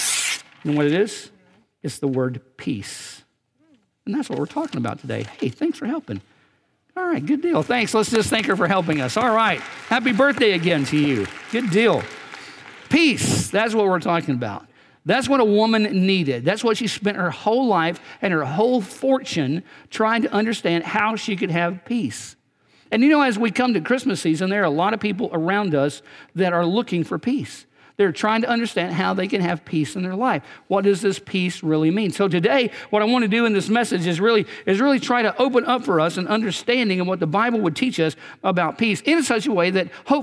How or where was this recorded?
large echoing room